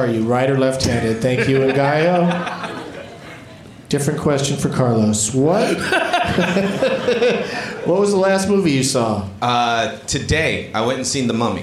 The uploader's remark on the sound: Live from Cobb's Comedy Club in San Francisco